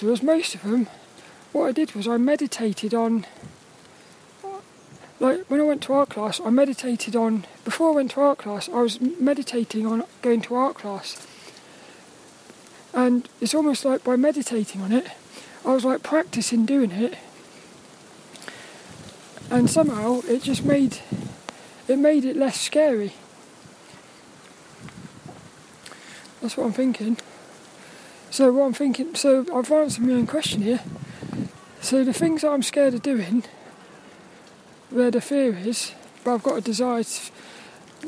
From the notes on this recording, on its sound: This 'About The Tings' episode was a walk and talk in the wet windy weather.